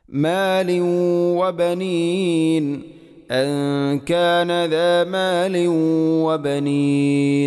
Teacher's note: പതിനാലാമത്തെ ആയത്തിൽ അൻ കാന ദ മാലിൻ വബനീൻ, അൻകാന ഇഖ്ഫാഉം ബിഗുന്ന ദ മാലിൻ വ തൻവീനു ശേഷം വ വന്നാൽ ഇദ്ഗാം നാഖിസ്, തൻവീനിനെ വ എന്ന അക്ഷരത്തിലേക്ക് ഇദ്ഗാം ചെയ്യുന്നു, കൂട്ടിലയിപ്പിക്കുന്നു. അവിടെ ശദ്ദ് ഉണ്ടാവാത്ത രൂപത്തിലാണ് ഓതേണ്ടത്.